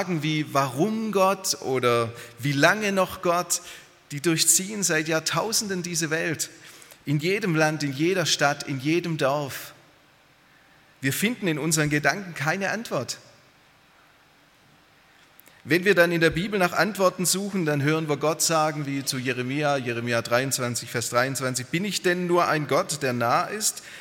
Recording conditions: large echoing room